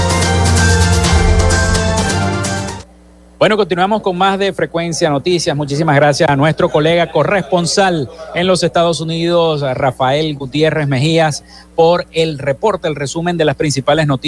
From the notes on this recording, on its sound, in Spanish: en vivo desde el hotel del lago en el marco de la ExpoZulia 2022